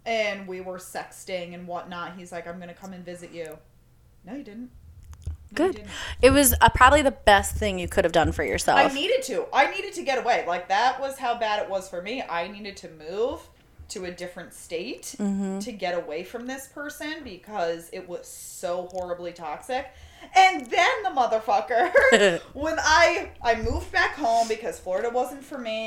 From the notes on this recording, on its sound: Guys our microphones will get better.